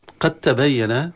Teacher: تاء خالصة ما في أثر للدال · Term: إدغام تام